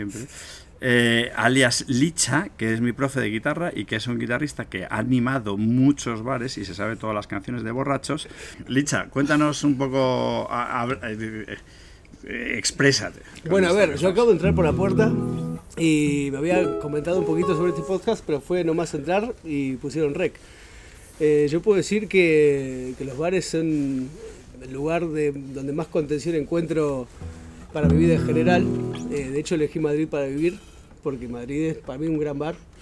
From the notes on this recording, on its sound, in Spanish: Recreando el ambiente de aquel mundo lejano bebieron y comieron, por supuesto guardando las distancias y al aire libre (disculpen el sonido).